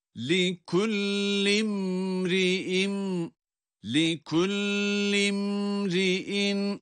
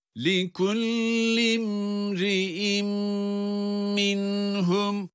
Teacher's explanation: Sadece burada imri'in kelimesinde de yine mimin cezimini okurken, daha doğrusu mimi cezim ile okurken oradaki mimin gunne sesini de çıkarıyoruz